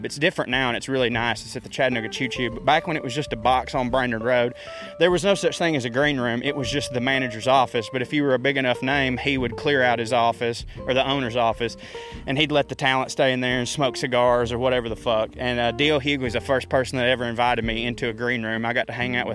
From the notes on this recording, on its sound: Naturally I ranted into my microphone whilst strolling thru the park.